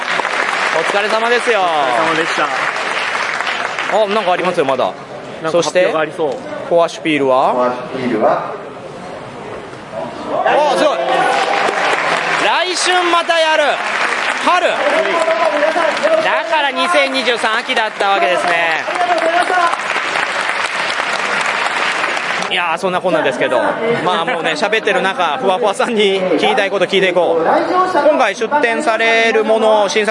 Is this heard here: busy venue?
yes